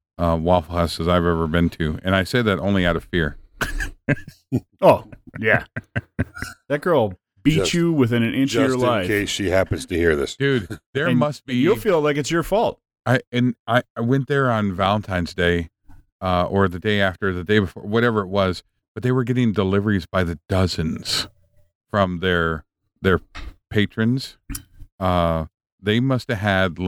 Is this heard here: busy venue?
no